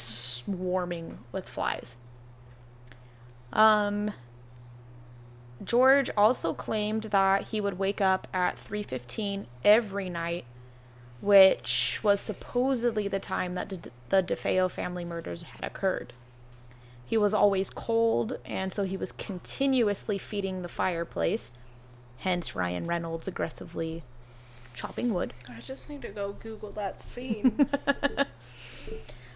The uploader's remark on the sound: DISCLAIMER: Background noise in this episode.